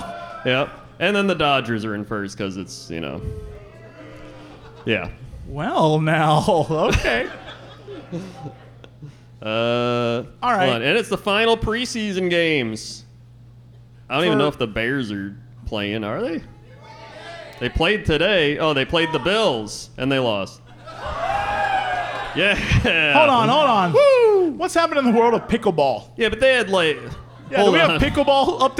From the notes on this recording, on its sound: return to Chicago once again for a live show